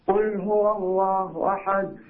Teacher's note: الدال الساكنة إذا لاحظتها في السورة كاملة فيها قلقلة